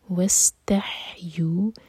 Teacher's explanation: سین پر سیٹی والی آواز اور ہا حلق سے